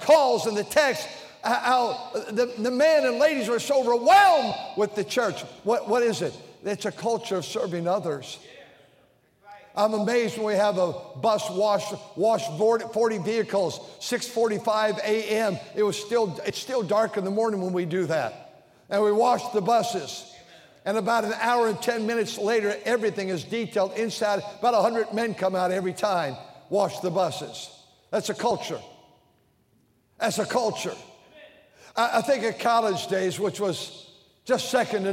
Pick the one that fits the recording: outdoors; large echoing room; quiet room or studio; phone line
large echoing room